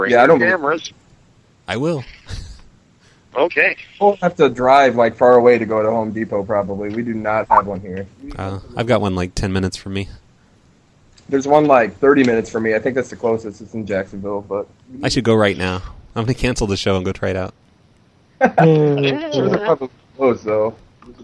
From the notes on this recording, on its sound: Prank Phone Calls Collection